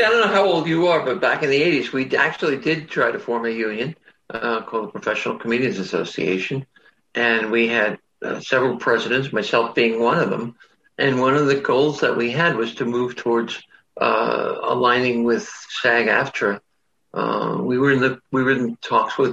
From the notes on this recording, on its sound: sat down with me over Zoom